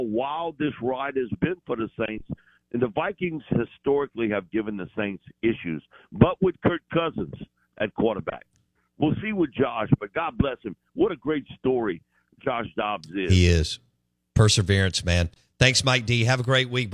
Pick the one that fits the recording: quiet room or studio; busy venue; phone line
phone line